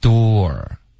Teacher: door 的这个发音呢是一个倒 c 的这个元音，后面带一个 r，OK，、okay?然后它的发音就是 door。开头呢，其实我们的嘴唇是撅起来的，是嘟起来的，有一点嘟的这个感觉，嘟，然后嘴唇要分开，有一个窝的音，嘟，嘟，后面呢再加一个二